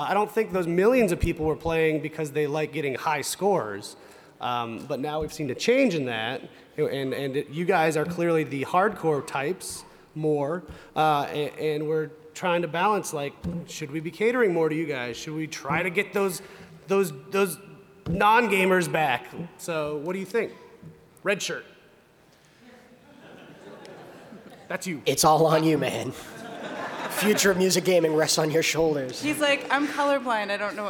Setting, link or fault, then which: setting, live audience